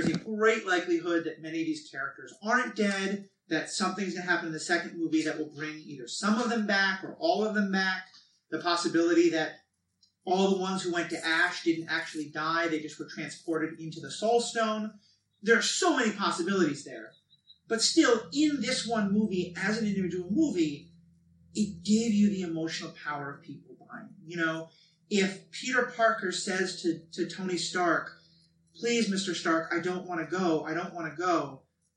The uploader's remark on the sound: We recorded this episode live again, which led to a great discussion, but also caused some sound issues. It is still not up to our normal standards.